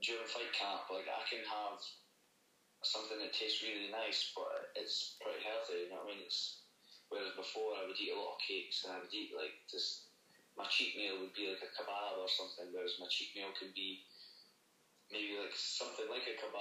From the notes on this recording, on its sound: via phone call